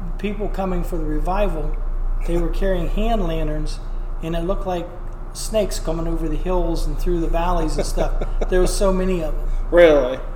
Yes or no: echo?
yes